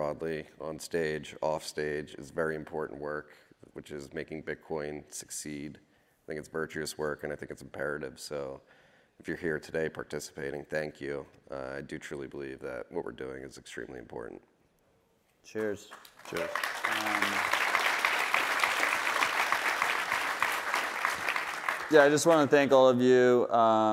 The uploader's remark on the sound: Live From the Open Source Stage at Bitcoin 2023 in Miami.